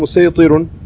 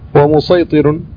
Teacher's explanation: والمسيطر ينطق بالصاد وبالسين، فيقال مسيطر ومسيطر.